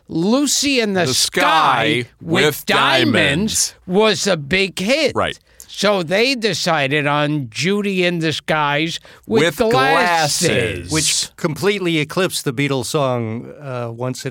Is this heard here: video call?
no